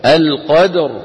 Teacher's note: لكن لو وقفنا بالسكون في ليلة القدر، القدر، شو بتصير الراء؟ ساكنة وقبل مفتوح فتفخم